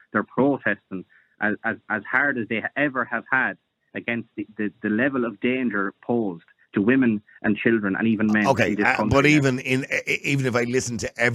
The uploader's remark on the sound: opens the phone lines, inviting a diverse range of opinions